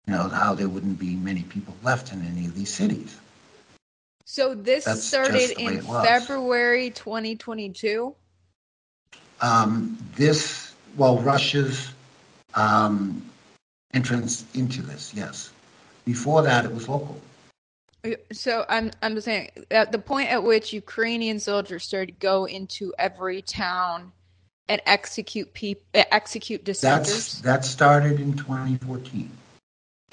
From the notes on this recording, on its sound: American Journalist in Ukraine Skypes Me